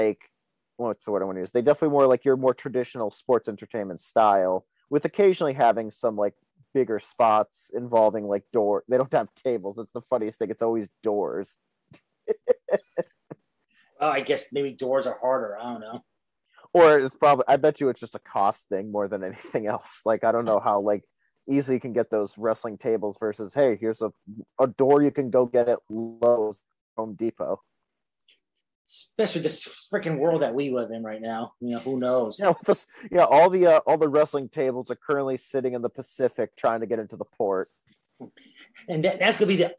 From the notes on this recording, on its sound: Comes by the show via Zoom.